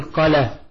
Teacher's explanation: إذا لم يأتي بعد أي حرف من حروف المد الثلاثة لا همز ولا سكون فيمد مدا طبيعيا، مثل مثلا مثال الألف قال، بصيرش تقول قال وبصيرش تقول قال، يعني ما في سبب للمد، يمد مد طبيعي حركتين